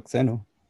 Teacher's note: that is going to come out with, I believe, a high then a low.